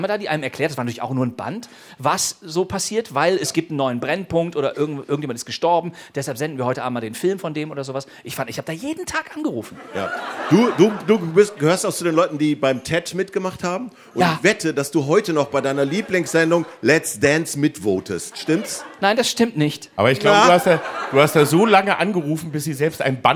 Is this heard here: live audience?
yes